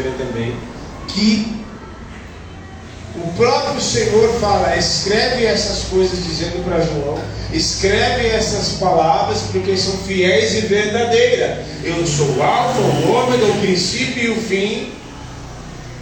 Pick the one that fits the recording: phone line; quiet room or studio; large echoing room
large echoing room